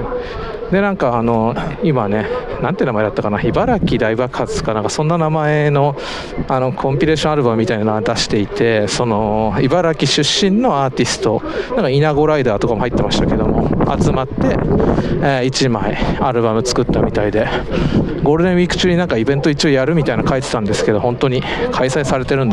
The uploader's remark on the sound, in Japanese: 基本はペデストリアンデッキを歩きながらのレポート音源を配信。今回訪れたのは…茨城県 水戸駅ペデストリアンデッキ!!